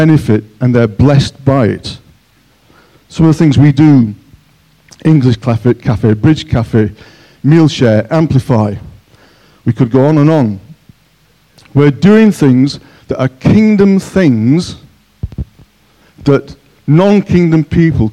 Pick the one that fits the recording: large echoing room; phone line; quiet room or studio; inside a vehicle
large echoing room